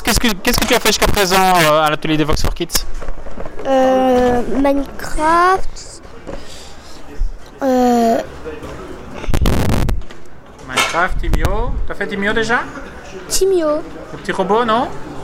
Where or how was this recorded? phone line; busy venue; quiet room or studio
busy venue